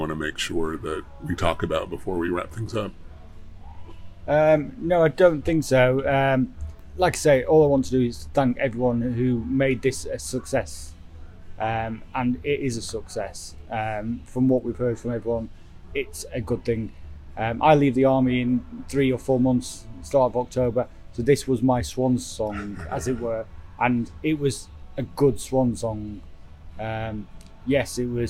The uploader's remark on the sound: The conversation took place in a Knoxville coffee shop, so there is some coffee-related background noise.